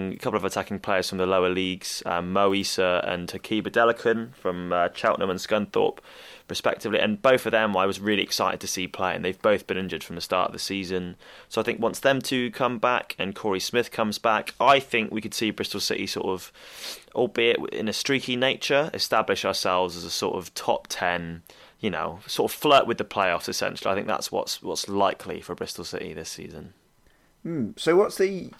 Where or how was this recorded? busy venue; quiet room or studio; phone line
quiet room or studio